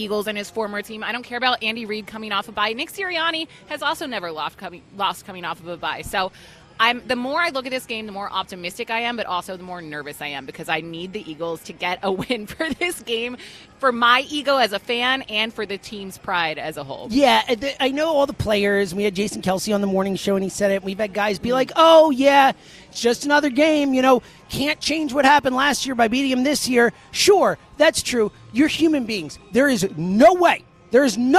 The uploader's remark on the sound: live at Parx Casino